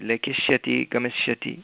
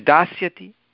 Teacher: इकारस्य प्रभावेन सकारस्य षत्वं भवति · Shown in: first take · Term: मूर्धन्यषकारः